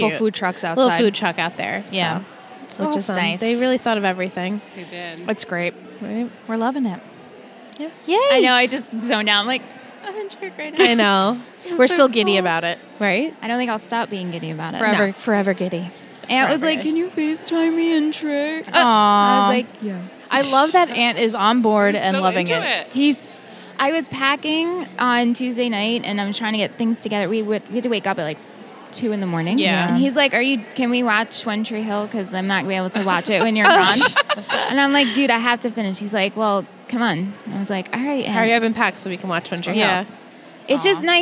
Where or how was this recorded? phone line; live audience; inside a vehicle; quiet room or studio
live audience